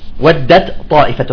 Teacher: إذا الطاء أكلت التاء كلها وصار إدغام كامل